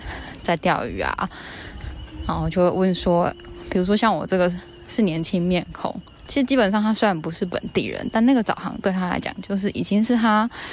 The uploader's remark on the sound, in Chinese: 漁船與移工．聲音地景。戴口罩巡港邊走邊錄音，。呼吸聲請多擔待。